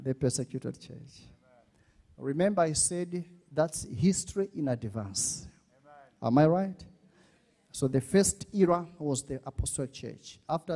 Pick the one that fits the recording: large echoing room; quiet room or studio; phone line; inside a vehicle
large echoing room